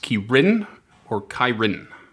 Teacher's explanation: it's pronounced Kirin or Kyrin, with the emphasis on the second syllable